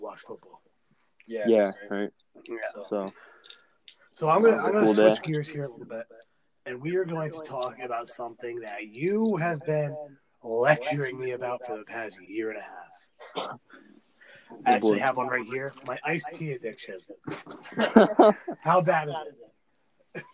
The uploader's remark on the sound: Sorry for the Echo will be fixed next episode.